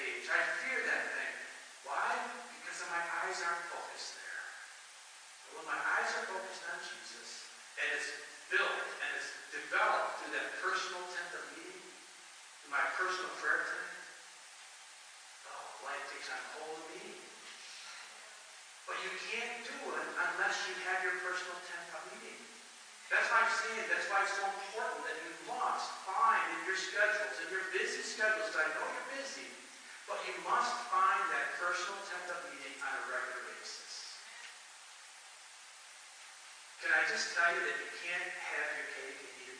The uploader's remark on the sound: Please forgive the quality of the audio as we are experiencing some start up issues on a new sound system.